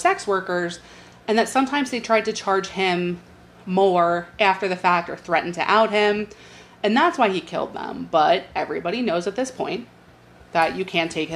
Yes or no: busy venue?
no